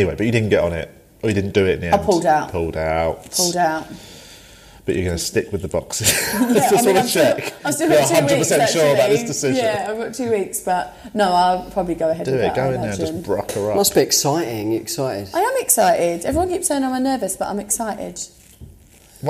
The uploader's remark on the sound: This was an episode we recorded pre-corona. We recorded it at London's Top Secret comedy.